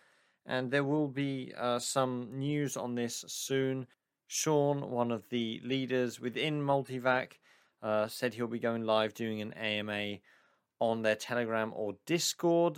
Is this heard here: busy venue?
no